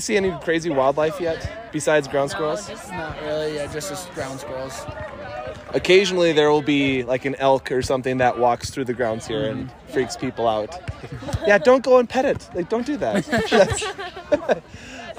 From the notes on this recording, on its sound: Continuing live interviews at FLY 2023